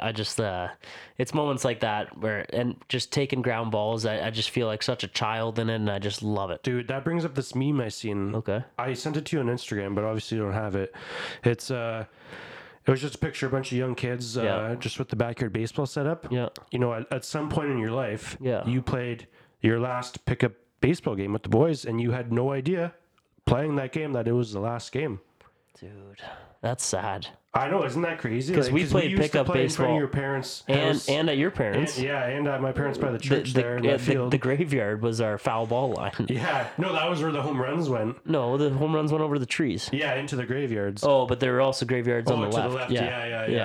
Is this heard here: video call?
no